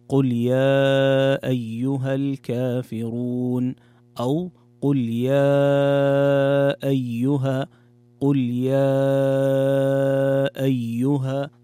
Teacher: أن المد المنفصل يمد بمقدار حركتين بقصر المنفصل أو بالتوسط أو المد الطويل اللي هو 4 أو 5 حركات.